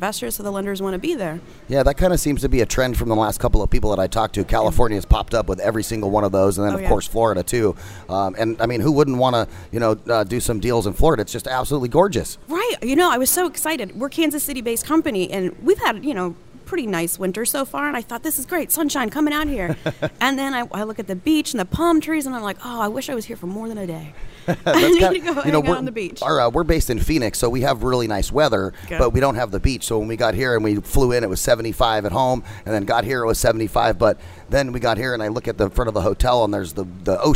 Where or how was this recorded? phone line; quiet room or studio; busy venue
busy venue